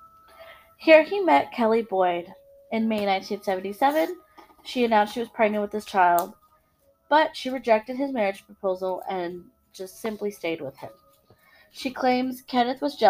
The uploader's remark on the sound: Excuse the technical issues.